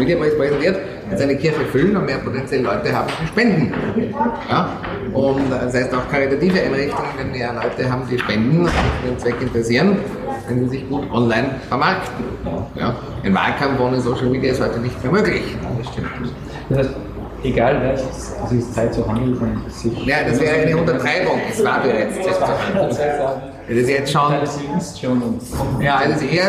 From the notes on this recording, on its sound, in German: Das Interview hat leider nicht die beste Tonqualität, die Aufnahme wurde in einem Stiegenhaus einer Uni gemacht